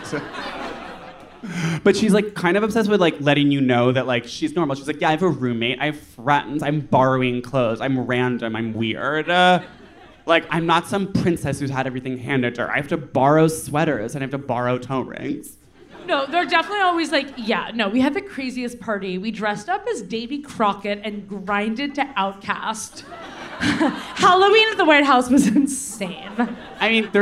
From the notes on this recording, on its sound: Live from New York—it's our sold out show at the Bowery Ballroom!